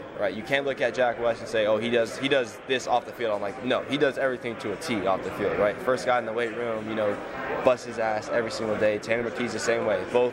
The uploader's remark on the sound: Live From Media Day. Pac-12 Football Media Day.